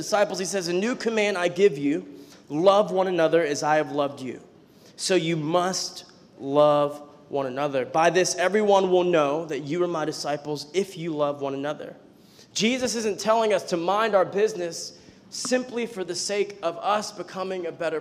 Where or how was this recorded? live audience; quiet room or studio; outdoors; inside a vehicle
live audience